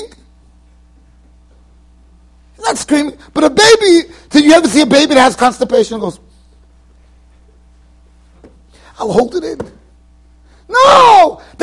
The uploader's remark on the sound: Shiur recorded in Yeshivas Ohr Reuven, Monsey NY.